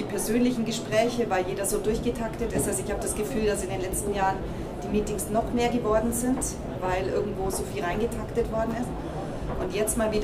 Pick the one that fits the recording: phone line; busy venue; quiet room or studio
busy venue